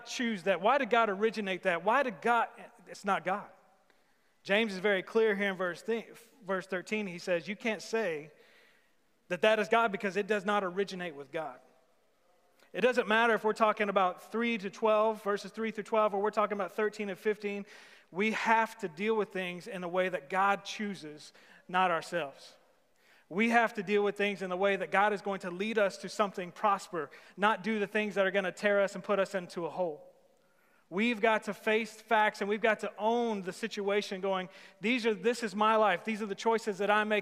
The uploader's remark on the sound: Sermon series at The Fellowship at Two Rivers. Recorded live on August 16, 2020.